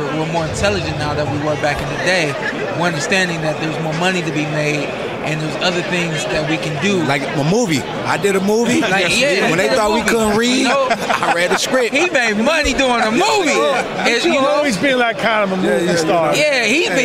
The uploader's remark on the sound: we are live at the …-… weigh in!